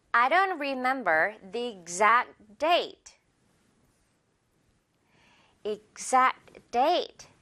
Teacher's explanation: 이 Z, Z 발음 진동 주면서요